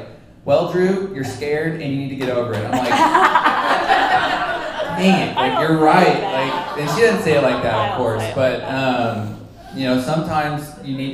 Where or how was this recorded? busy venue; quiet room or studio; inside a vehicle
busy venue